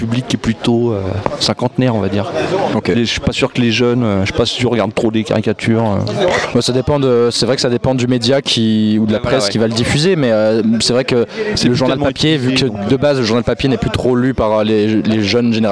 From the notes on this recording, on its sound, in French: Plateau en direct lors de la Fête de la BD à Alès, 6e édition.